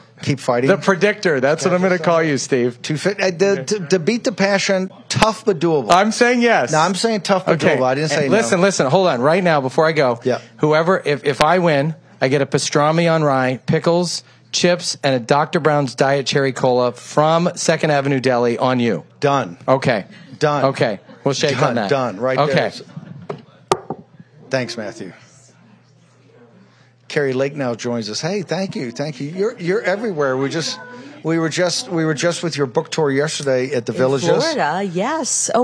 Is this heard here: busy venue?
yes